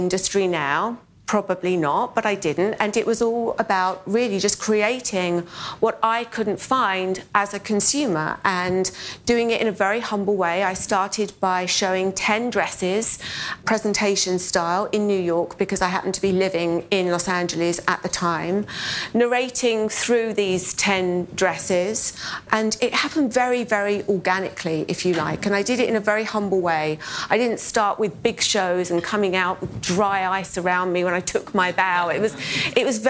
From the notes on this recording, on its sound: In the final session of BoF’s annual gathering